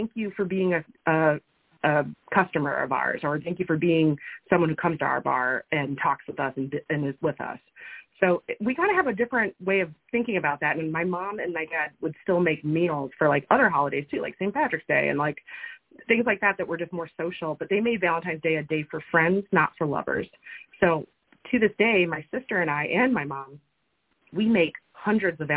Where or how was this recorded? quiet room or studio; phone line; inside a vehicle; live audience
phone line